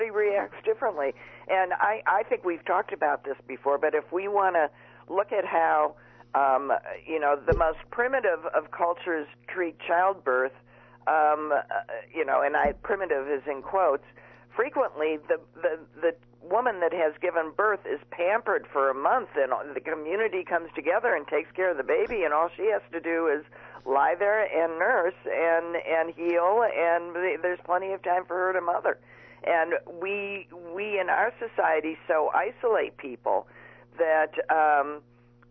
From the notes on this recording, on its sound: is on the phone with us